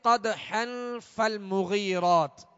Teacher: ہے، ہا کے اوپر کیا ہے دو زبر کی تنوین ہے، آگے فا حروف اخفا میں سے، لہذا غنہ کر کے اخفا کا قاعدہ لگائیں گے